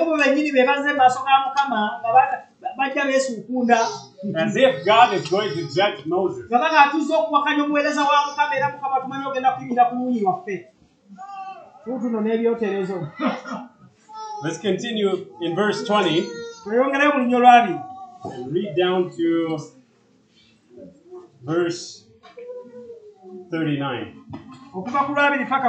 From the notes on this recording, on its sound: This was preached at Lubumba Community Church on July 16, 2023.